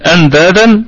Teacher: النون ساكنة، اتى بعدها حرف الدال فحكمها اخفاء حقيقي بغنة